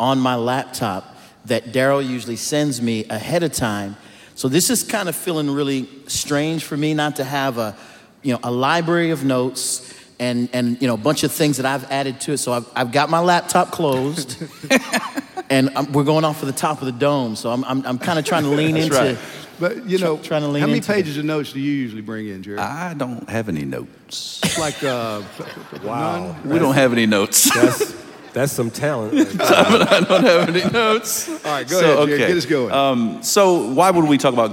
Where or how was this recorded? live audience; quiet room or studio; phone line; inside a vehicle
live audience